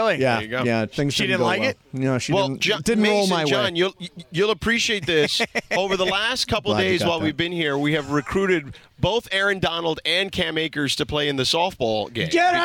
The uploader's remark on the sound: The show is live from Rams training camp